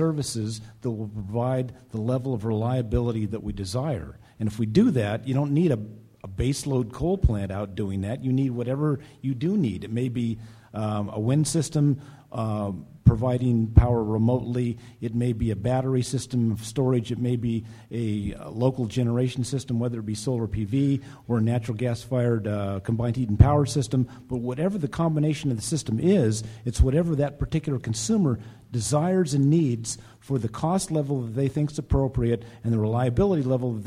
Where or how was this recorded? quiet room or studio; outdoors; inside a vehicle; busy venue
busy venue